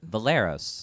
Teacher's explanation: Yeah, put more stress yeah, on that the, E. Yeah, I put the more emphasis on that second syllable